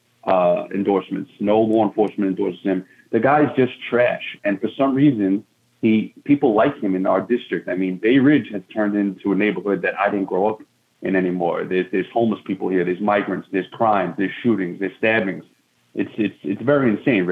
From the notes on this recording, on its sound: called into to talk